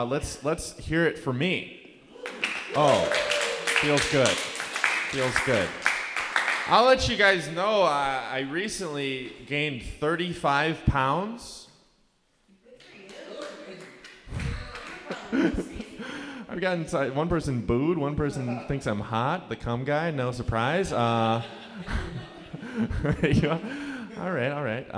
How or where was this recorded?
busy venue